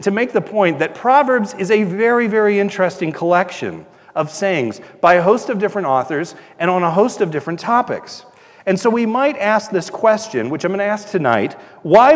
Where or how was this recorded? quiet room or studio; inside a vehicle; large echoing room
large echoing room